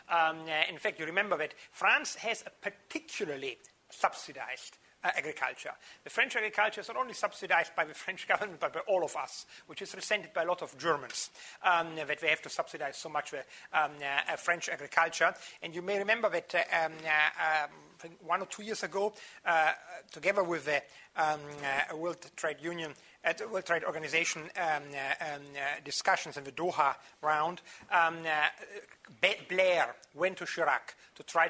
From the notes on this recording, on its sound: Took place within the scope of a 4-day course of lectures which was taped from the 31st May to the 03rd June at the Northern Institute of Technology. Took place within the scope of a 4-day course of lectures which was taped from the 31st May to the 03rd June at the Northern Institute of Technology.